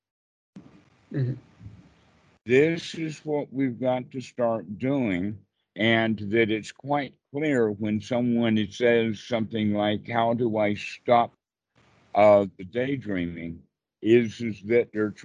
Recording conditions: video call